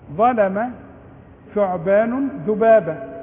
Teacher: واذا احنا قلنا ظلم ثعبان ذبابة، ظلم الضاء ثعبان الثاء ذبابة الذال، دي الحروف اللي بطلع فيها طرف اللسان